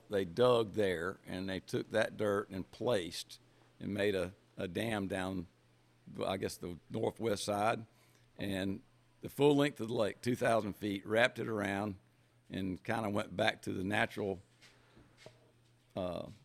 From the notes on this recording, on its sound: Recorded at Lake 38 in Quincy, Fl during the Pro Slalom event